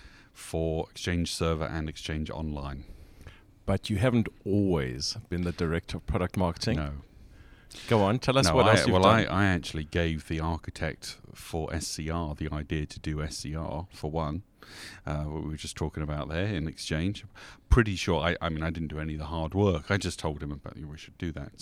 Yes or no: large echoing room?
no